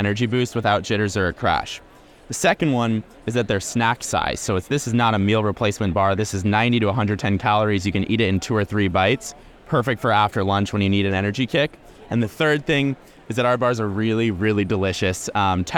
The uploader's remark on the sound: recorded on the Expo East trade show floor